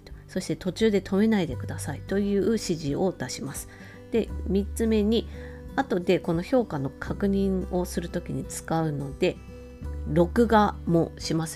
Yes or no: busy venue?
no